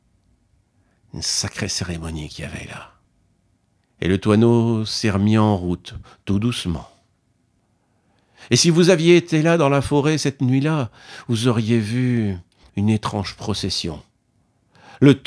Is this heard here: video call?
no